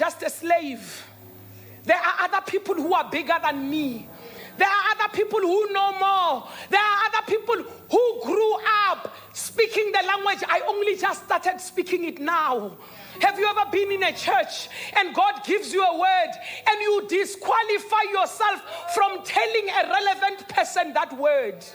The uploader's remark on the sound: Dream Conference 2023 (Day 3)